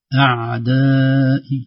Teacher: بدون قلقلة العين، العين فيها هزة خفيفة